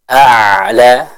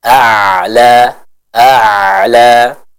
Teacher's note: Contoh al-a'la, a'la. Jadi kita baca A dulu, hamzah A, lalu berpindah kepada huruf ain yang sukun. · Term: hamzah dan ain